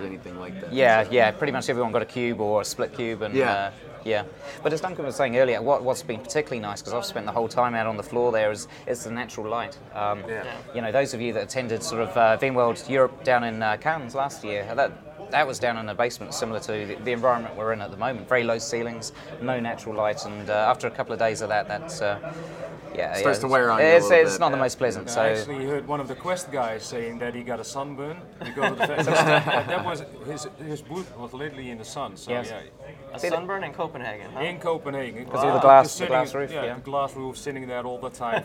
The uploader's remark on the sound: LIVE From VMworld 2010 Europe. LIVE at VMworld 2010 in Copenhagen! We recorded this live episode of vChat from the VMworld news desk.